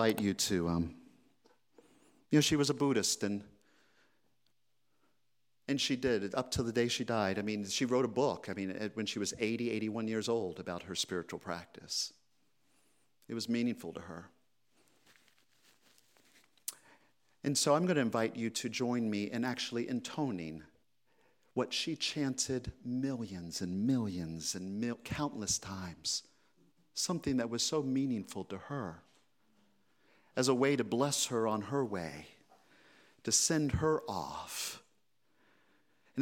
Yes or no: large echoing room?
yes